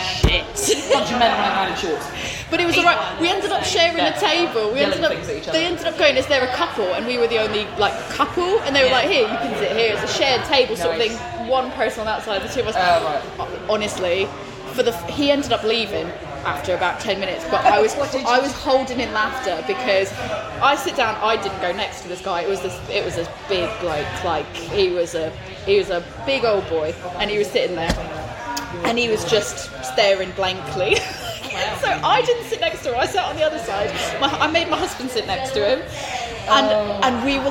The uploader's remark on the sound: Coversations from the Taproom